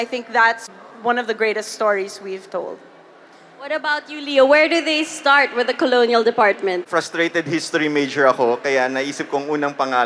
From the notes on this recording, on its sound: Team were invited to do a live panel at "Hear For It," the first podcast festival in the Philippines!